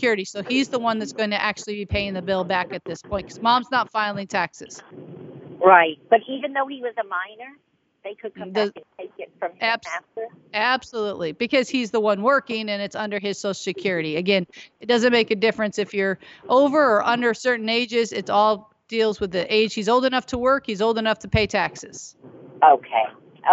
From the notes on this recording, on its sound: Why don't we go ahead and go right to the phones